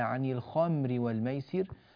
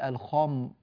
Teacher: ينبغي هنا أن يراعى ترقيق الميم عند النطق · Shown in: first take